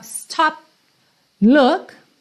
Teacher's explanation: esse P do stop corta o som mesmo. Você nem precisa do, tá, da percussão.